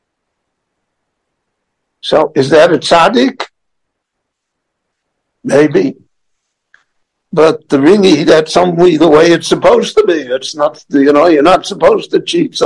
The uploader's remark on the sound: The following lecture was gicne LivE at Beit Knesset HaNassi in Jerusalem between Mincha and Maariv prayers.